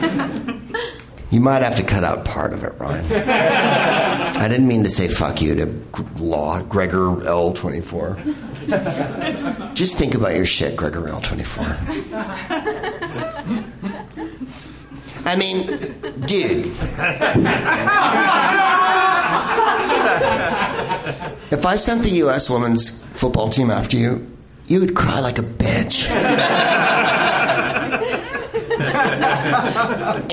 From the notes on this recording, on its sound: Live from the NerdMelt Showroom in LA